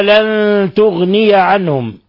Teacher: قوله تعالى إن الذين، نون مشددة تغن مقدار حركتين، إن الذين كفروا، قوله تعالى لن تغني عنهم، نون ساكنة جاء بعدها حرف التاء، الحكم التجويدي إخفاء حقيقي